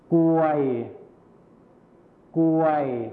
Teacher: คำควบกล้ำที่เป็นรอเรือหายไปนั่นเอง